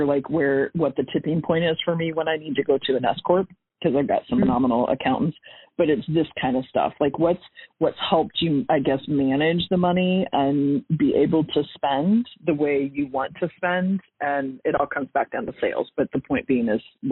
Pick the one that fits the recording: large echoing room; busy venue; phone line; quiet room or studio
phone line